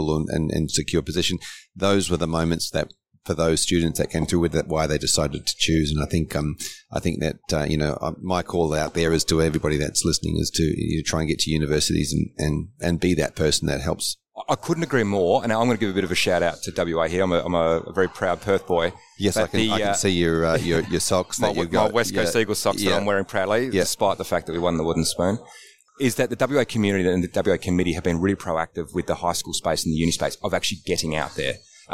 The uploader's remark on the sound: live from the FAAA Congress 2023